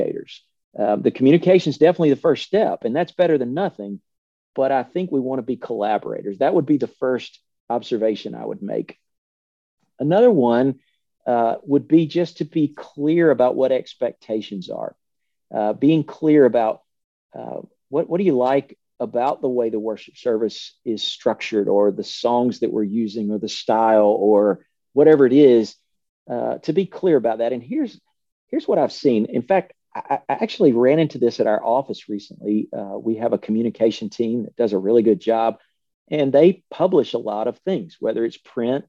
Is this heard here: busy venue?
no